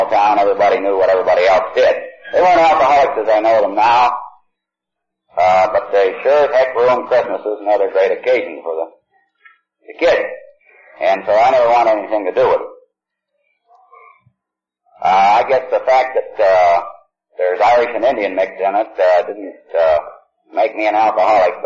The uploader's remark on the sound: He is telling his story in San Francisco. At an unknown event. This recording has a harsher tone to it as many older recordings do, I was able to get the background hum out.